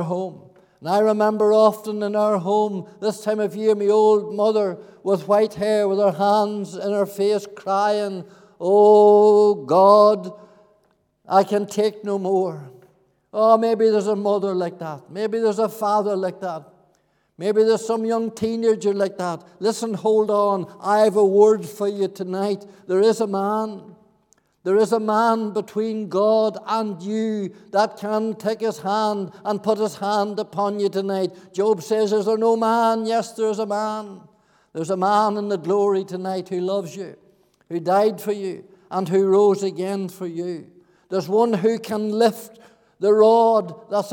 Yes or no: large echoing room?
yes